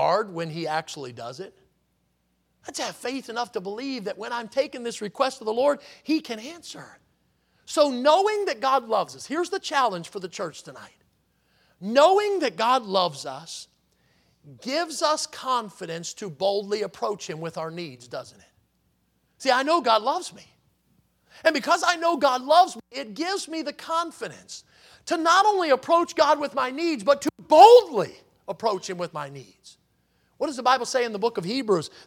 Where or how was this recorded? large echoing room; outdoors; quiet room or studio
large echoing room